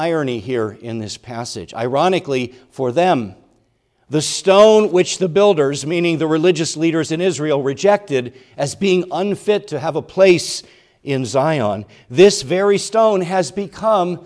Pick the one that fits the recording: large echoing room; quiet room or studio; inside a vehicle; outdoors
large echoing room